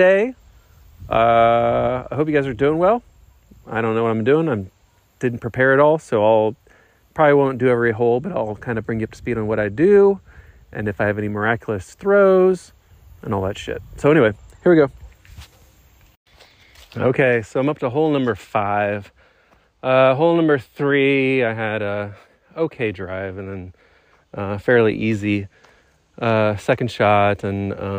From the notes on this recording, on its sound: I played a round by myself at Lake Shore DGC and every once in a while I recorded some thoughts